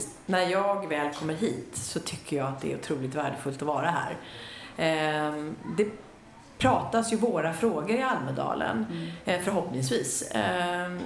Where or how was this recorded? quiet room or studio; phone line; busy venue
busy venue